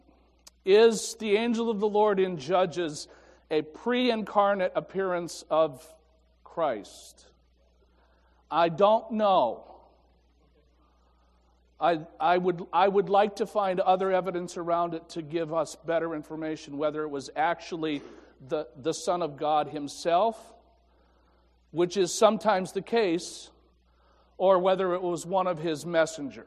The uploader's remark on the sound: Morning Worship (complete service)